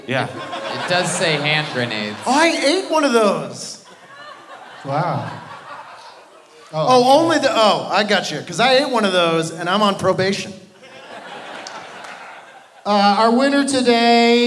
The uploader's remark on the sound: Live from the Wilbur Theatre in Boston